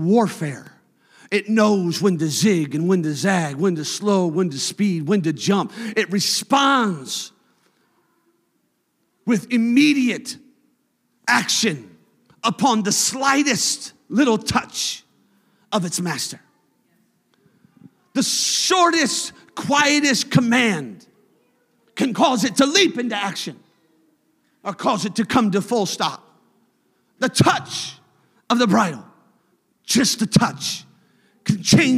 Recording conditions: large echoing room